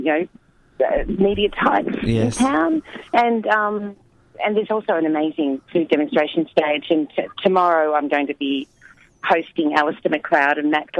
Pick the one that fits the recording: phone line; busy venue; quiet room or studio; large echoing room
phone line